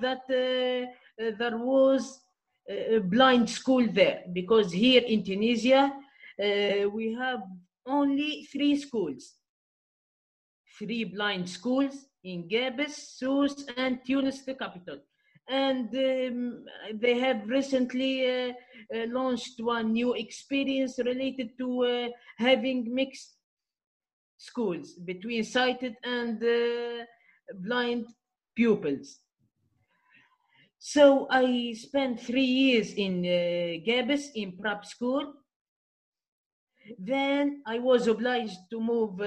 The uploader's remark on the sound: my first episode that I ever recorded, using, “Zoom